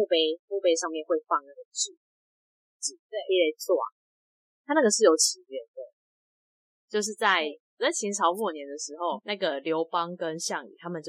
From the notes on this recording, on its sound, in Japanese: 音質警告!!!這次的錄音不知道是不是因為氣氛沉重。音質被惡作劇了。